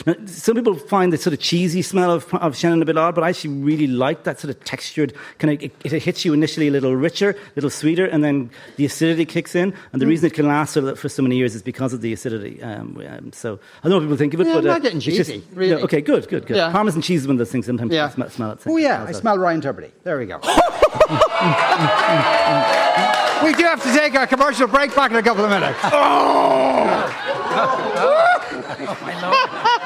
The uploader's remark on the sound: LIVE from The Sugar Club in Dublin